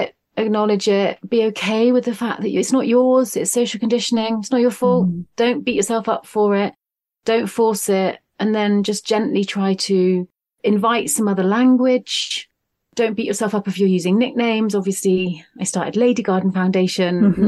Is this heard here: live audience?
no